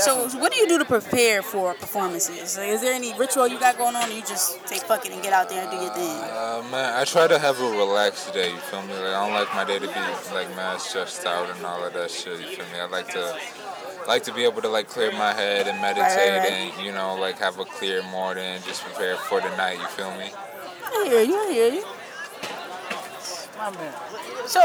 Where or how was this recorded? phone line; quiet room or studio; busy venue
busy venue